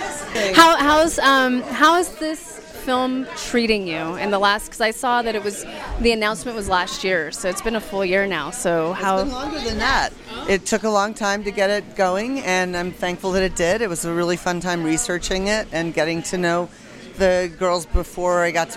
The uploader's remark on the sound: Welcome back to the Sundance Film Festival 2020, where we were thrilled to be part of the red carpet event. Sundance Rewind: Red Carpet Event.